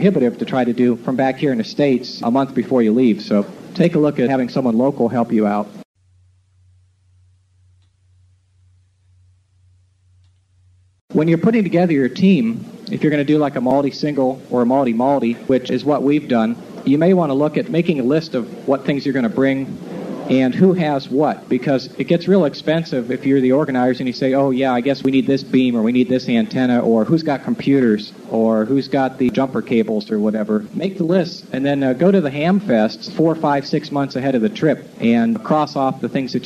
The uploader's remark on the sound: an excerpt from his 1997 Dayton Hamvention forum talk